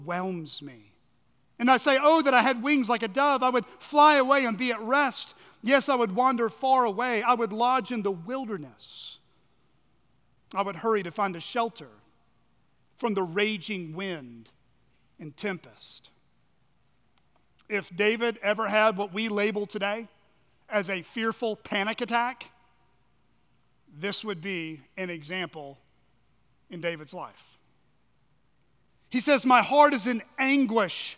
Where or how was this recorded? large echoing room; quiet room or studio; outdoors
large echoing room